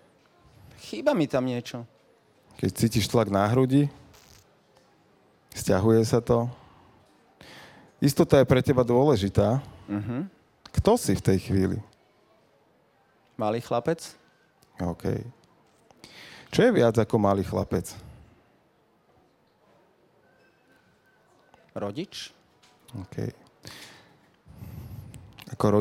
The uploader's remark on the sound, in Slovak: v ktorom sa aktívne zapojilo aj publikum